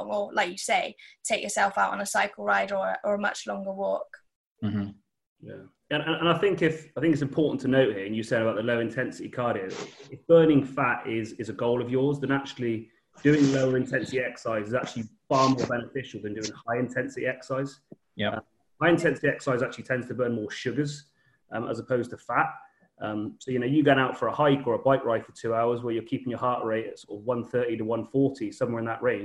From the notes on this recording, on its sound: This was a live discussion on zoom